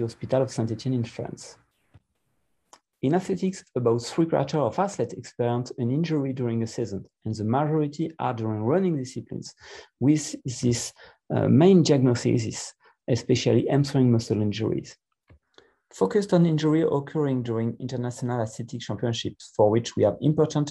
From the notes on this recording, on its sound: This ISAKOS Webinar Audio Replay is from the 2021 ISAKOS Webinar with ESSKA.